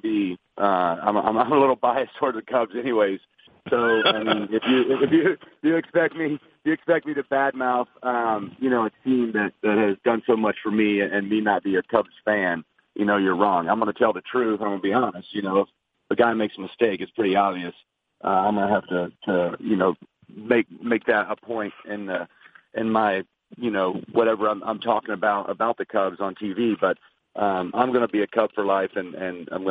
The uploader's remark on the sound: MLB Opening Day Conference Call.